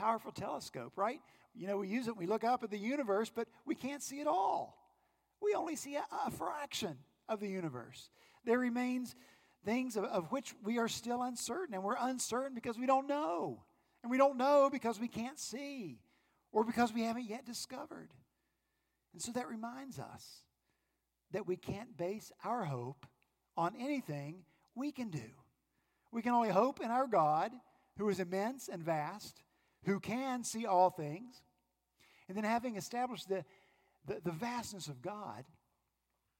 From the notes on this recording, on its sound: At Redeemer Presbyterian Church in Charleston, SC, our senior pastor continued our Advent sermon series.